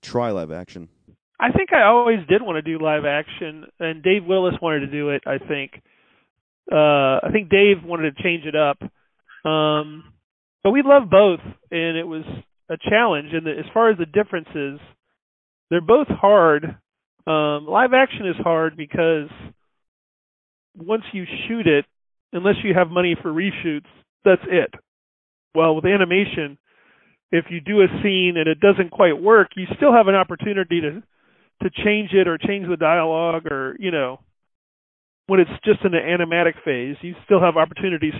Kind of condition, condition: link, phone line